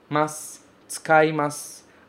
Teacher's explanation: No final do mas, o u também não é pronunciado · Term: U mudo